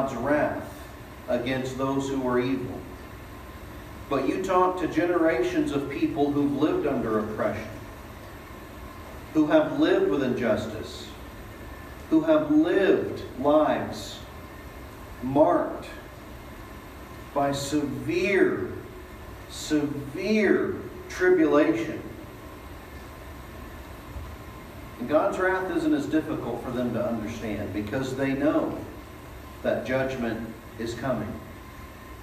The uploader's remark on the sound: Delivered at East Eleventh Street Baptist Church